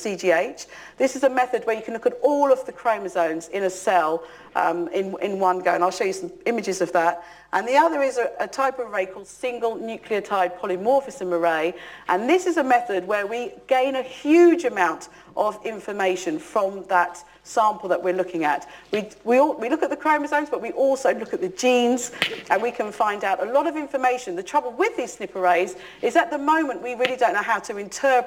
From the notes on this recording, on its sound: UCL Lunch Hour Lecture.